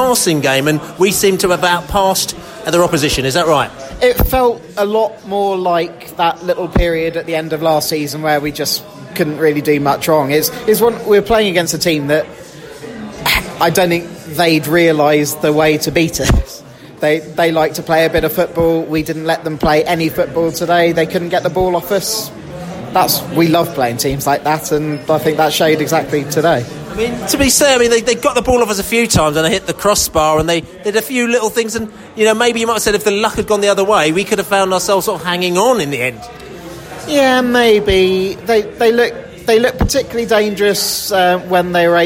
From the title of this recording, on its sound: post-match podcast from the pub